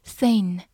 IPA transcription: θɪn